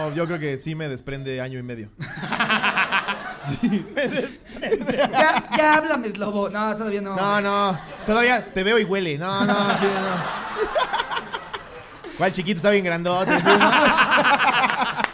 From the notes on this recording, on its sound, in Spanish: En vivo desde Querétaro. En este episodio de La Cotorrisa en vivo desde la Caja Popular. Muchas gracias por llenar el evento en menos de 2 horas.